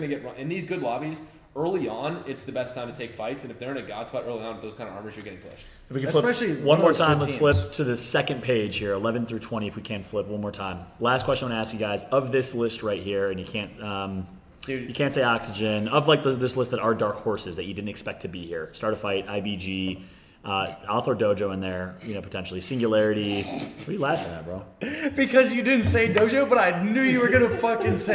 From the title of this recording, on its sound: LIVE FROM BIRMINGHAM DAY 2